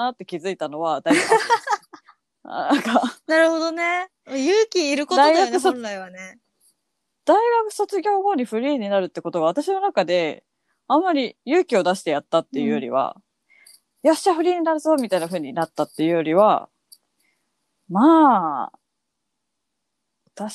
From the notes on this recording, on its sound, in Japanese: 緊急事態宣言の発出に基づき、リモート環境にて収録しております。ふだんの配信よりも聞きづらい箇所などあるかもしれませんが、あらかじめご理解、ご了承を願えますと幸いです。